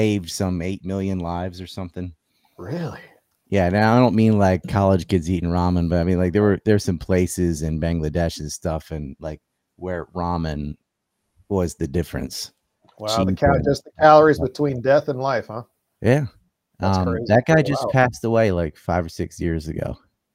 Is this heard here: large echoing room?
no